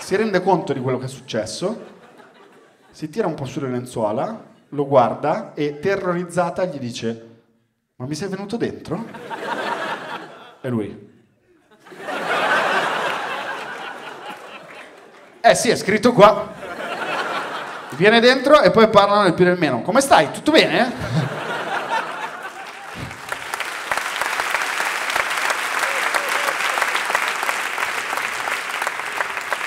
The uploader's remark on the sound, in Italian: Registrato a Firenze al Teatro Puccini.